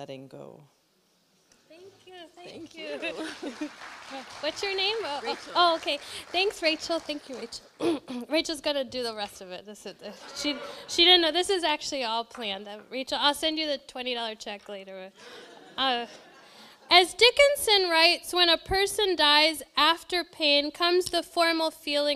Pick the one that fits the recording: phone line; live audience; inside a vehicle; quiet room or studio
live audience